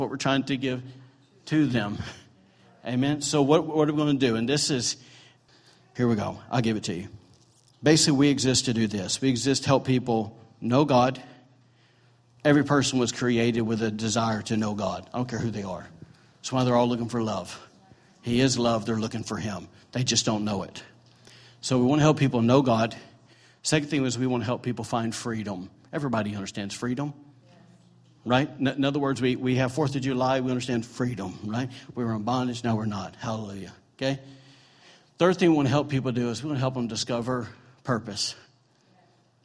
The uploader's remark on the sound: recorded during on Sunday, January 14, 2018, during Sunday morning services at The ANCHOR Church